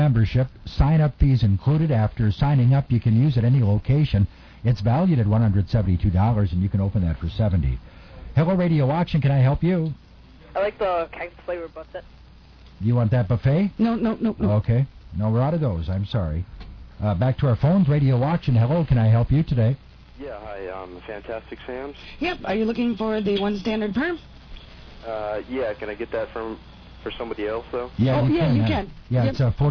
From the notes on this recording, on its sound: Personal Prank Phone Calls Collection